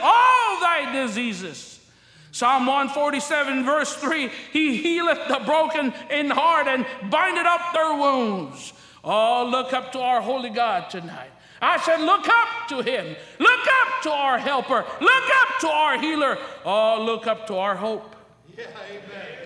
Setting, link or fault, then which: setting, large echoing room